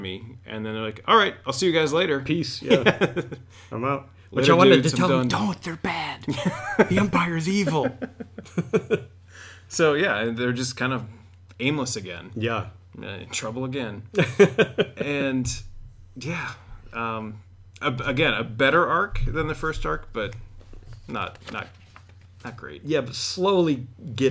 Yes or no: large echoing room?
no